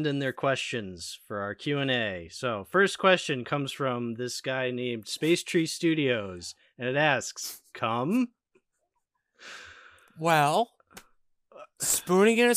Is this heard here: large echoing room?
no